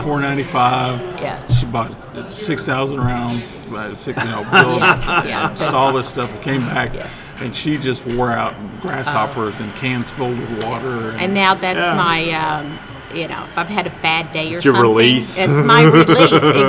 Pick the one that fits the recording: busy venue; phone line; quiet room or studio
busy venue